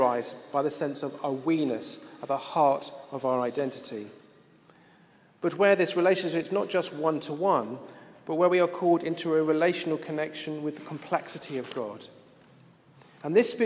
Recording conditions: live audience